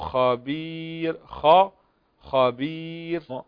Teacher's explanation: الخاء مفخمة والراء مرققة لأن قبلها ياء مدية